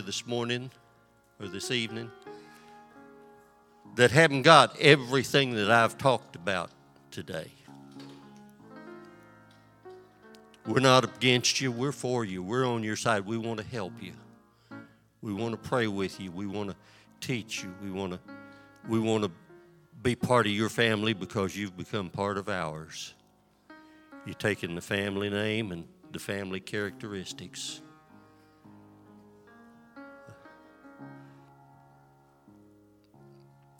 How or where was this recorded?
large echoing room